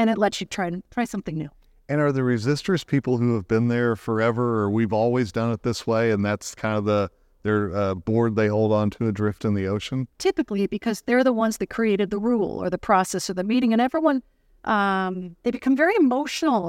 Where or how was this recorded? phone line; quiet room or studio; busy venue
busy venue